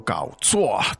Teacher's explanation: The tones there are... Third and fourth.